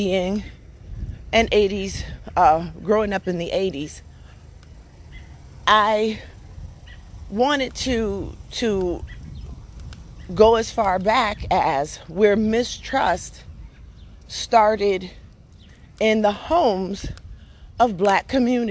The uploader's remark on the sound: A short conversation and a few thoughts while walking my Dog